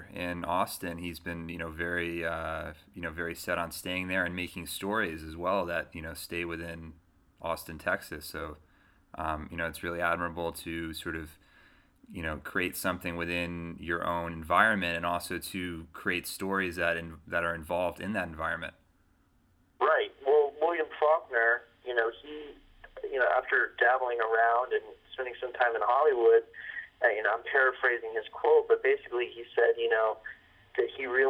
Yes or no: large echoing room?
no